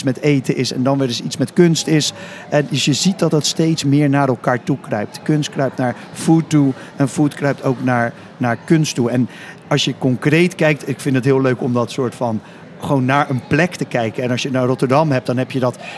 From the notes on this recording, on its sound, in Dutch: Vandaag live vanaf het ABN Amro World Tennis Tournament in Rotterdam over food en art.